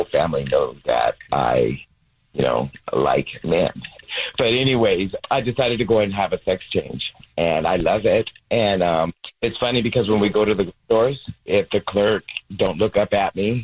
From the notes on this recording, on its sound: The woman on the phone